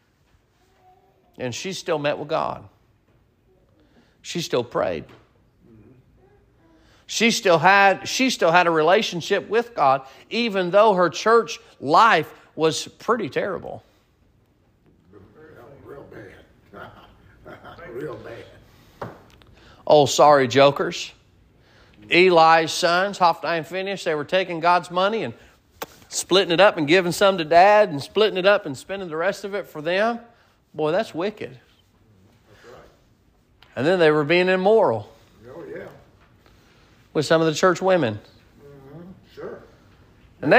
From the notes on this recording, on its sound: Sermon preached at Mid County Baptist Church